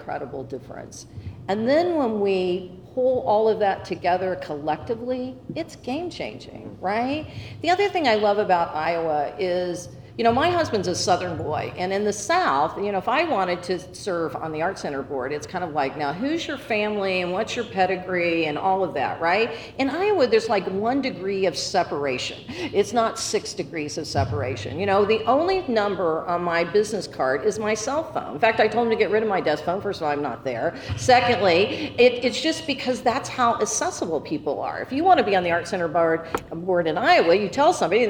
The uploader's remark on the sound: live from the stage of The Englert Theatre as part of EntreFEST 2023